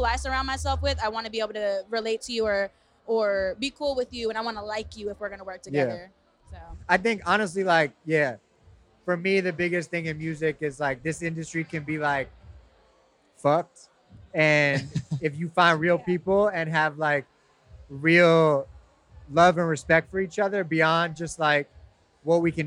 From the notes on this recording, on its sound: featuring seven interviews conducted live during the recent Digilogue Day music and tech festival hosted by Digilogue